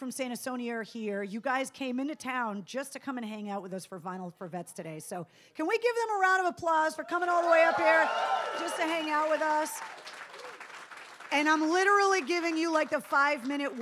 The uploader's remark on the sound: at Newbury Comics in Natick, during Vinyl For Vets, for a live a coustic set